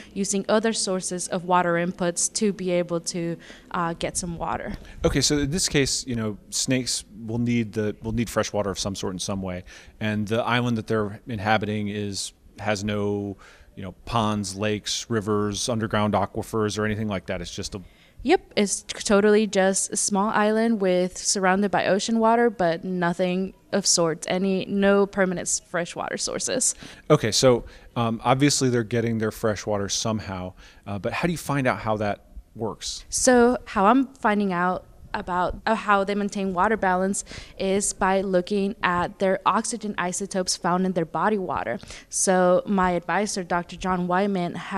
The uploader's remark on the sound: This episode of BioScience Talks was recorded on location at the Joint Meeting of Ichthyologists and Herpetologists in Norfolk, Virginia, and features a range of presenters and organizers.